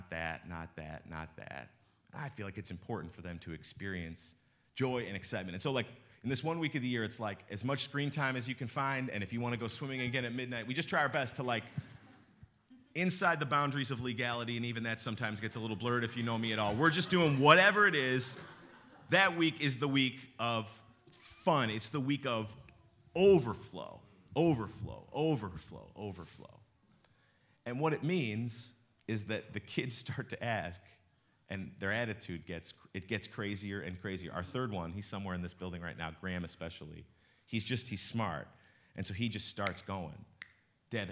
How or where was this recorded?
large echoing room